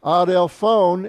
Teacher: accent all the way on the end